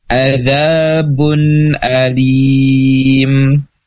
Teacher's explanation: Nah, kembali lagi jelas nunnya adzabun dan tidak ditahan.